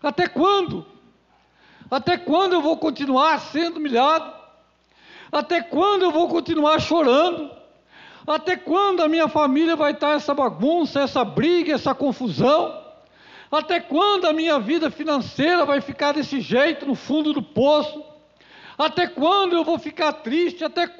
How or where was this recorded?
large echoing room